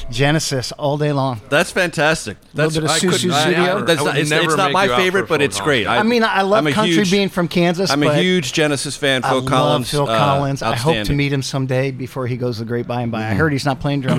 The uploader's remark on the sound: This episode was recorded on February 6th at Dirty Habit in D.C.'s Penn Quarter neighborhood.